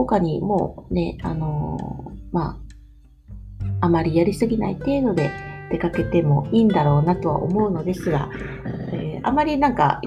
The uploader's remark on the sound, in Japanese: 梅雨ですね。窓を開けて雨音を聞きながら録音しました。